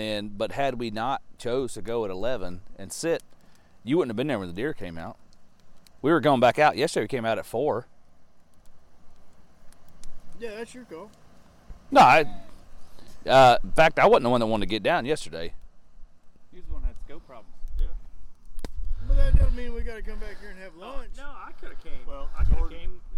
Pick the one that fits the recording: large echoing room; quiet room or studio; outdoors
outdoors